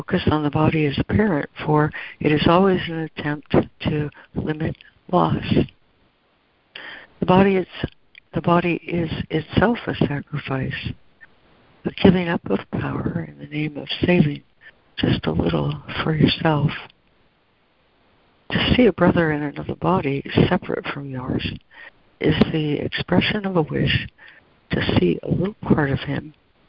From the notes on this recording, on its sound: ACIM Daily Conference Call